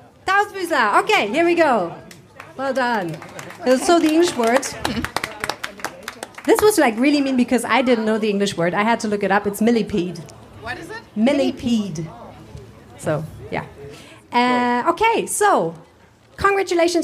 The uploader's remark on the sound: (LIVE & in English). On August 21st, 2023, we met at the Stadtstrand and recorded this special episode just for you.